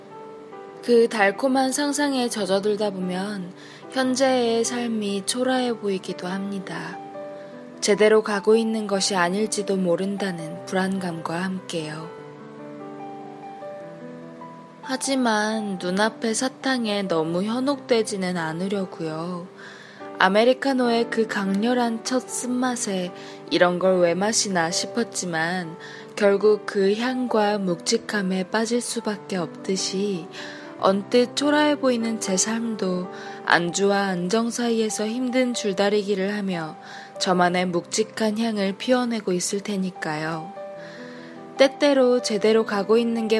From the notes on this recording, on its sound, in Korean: 녹음 환경이 어지러워서 잡음이 많이 섞여 들어갔어요.